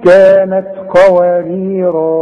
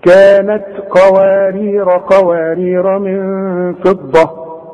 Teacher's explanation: يبقى الألف بتاع قوارير الأولى تثبت عند الوقف وتلغى عند الوصل. طب القوارير الثانية بقى، القوارير الثانية تلغى عند الوصل وعند الوقف.